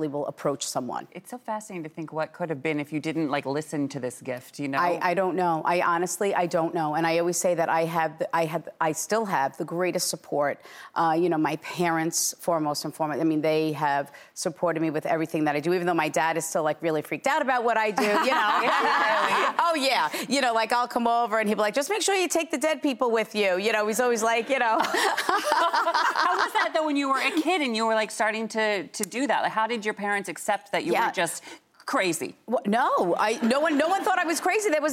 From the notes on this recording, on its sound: She’s also doing a special reading of the studio audience.